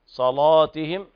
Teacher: صلاتهم هذا مد طبيعي، حركتين فقط